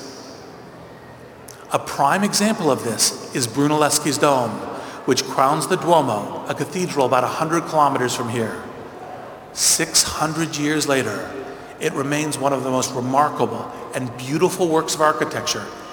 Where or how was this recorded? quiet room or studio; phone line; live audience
live audience